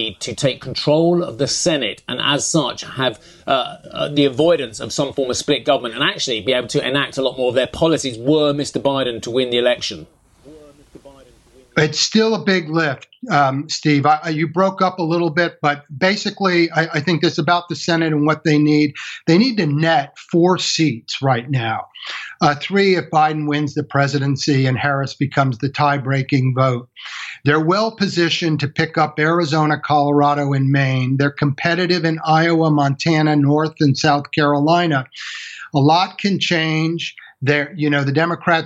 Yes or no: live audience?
no